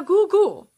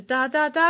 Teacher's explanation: För det, det nästa steget som läggs till det, det är um, när barn varierar eh, artikulationsställe, var i munnen formar jag den här konsonanten? Alltså, är det g det är långt bak eller d långt fram? Så då blir det kanske da, da, da, gu, gu.